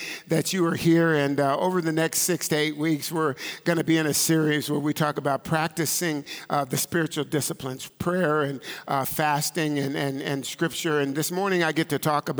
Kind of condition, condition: setting, large echoing room